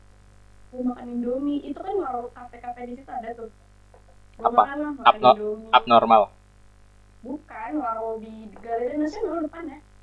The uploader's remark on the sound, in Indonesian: Audio yang jelek membuat kita semakin yakin dalam bergibah ria.